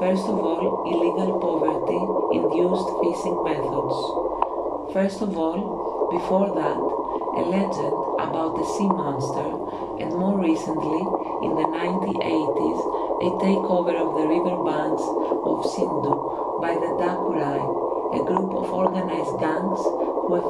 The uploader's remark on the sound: The sound scape is recording of the the artcic sea by the site of the Ocean conservation research. Today there is a humpback whale accompaning the reading.